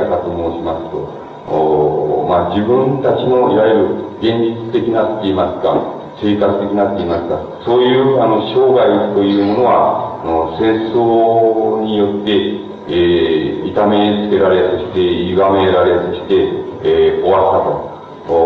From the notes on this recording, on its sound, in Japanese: 主催：早稲田大学 早稲田祭実行委員会。場所：早稲田大学 大隈講堂。客席から録音されているため 周辺のノイズが入っており、 音質はあまりよくない。